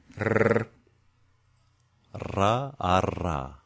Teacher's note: An alveolar trill is formed by the bracing of the sides of the tongue against the teeth or against the alveolar ridge on the sides to create an opening where the tip and the sort of rim of the tongue can close off at the alveolar ridge or post-alveolarly and begin a cycle of repetition